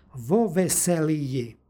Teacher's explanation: na kraju imenice imamo izgovor i ji. Naravno, ovdje je j slabo prilikom izgovora, ali ipak donekle se i čuje. · Pošto predlog i imenica uz koju stoji predlog počinju istim glasom, radi lakšeg izgovora i prenošenja preciznijeg značenja, između njih se dodaje izgovorno o, stoga vo veseliji.